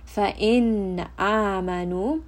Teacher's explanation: Again, we have a letter of idhar. Noon sakin followed by the throat letter hamza. So the noon is going to be clear.